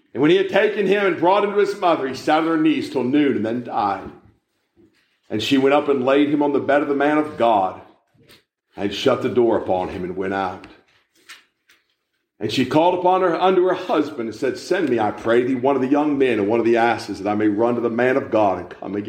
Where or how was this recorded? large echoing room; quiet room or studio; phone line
large echoing room